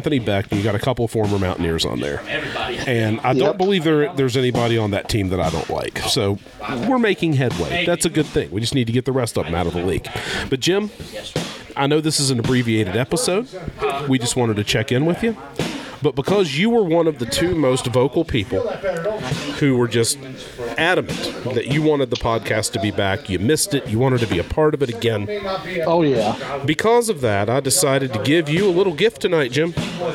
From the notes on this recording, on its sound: Recording live at the Apex Combat Sports training facility. There's tons of gibberish emanating from the BJJ mats near our recording spot.